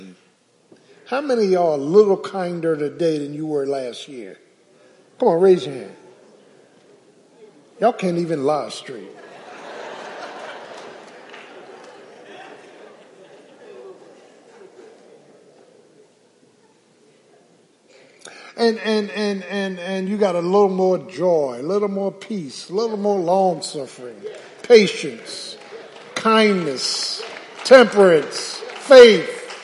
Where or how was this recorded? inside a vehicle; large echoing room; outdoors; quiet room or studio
large echoing room